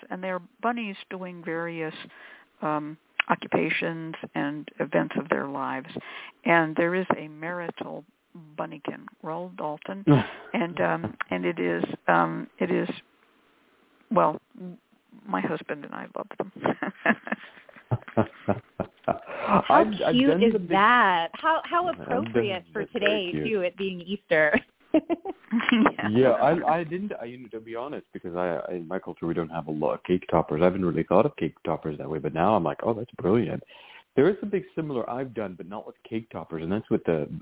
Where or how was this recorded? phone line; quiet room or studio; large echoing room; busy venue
phone line